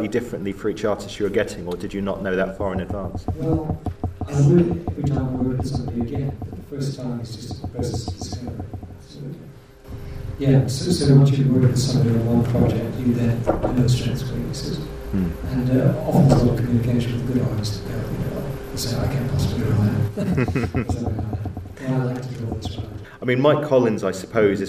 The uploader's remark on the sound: In a panel discussion recorded at SCI-FI-LONDON.